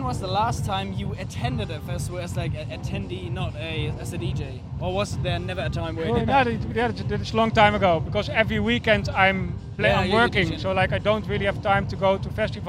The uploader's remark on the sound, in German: Waren wir dieses Jahr auf dem Container Love Festival im Nürnberger Hafen unterwegs. Wir haben dort den Vibe und die Gefühle des Festivals eingefangen und den ein oder anderen Besucher, Künstler oder auch Veranstalter interviewt.